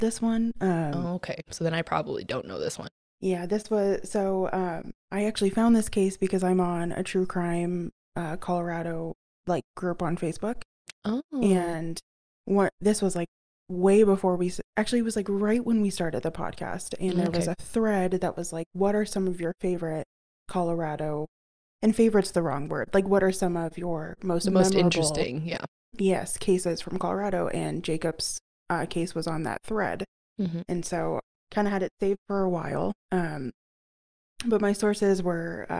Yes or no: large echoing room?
no